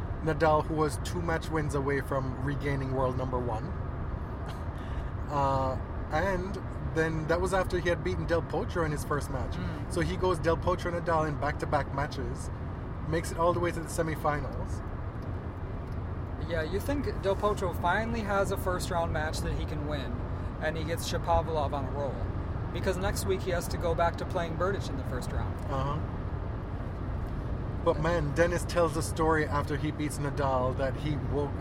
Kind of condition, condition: setting, inside a vehicle